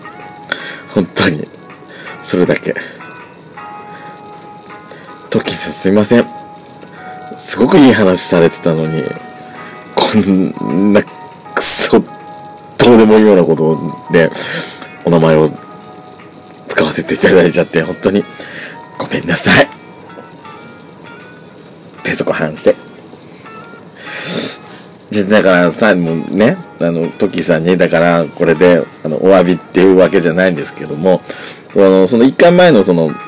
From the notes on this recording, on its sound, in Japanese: 音割れ酷いです。